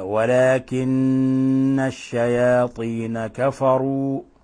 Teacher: النون مشددة، فحكمها حرف غن مشدد، تغن مقدار حركتين